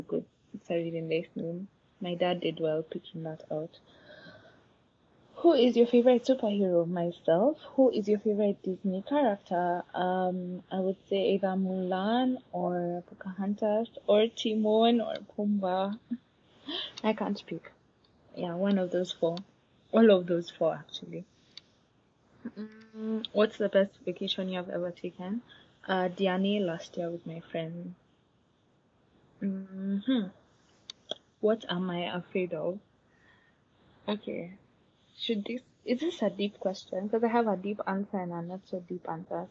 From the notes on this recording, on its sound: Sorry about any background noise or any place I’m not clear.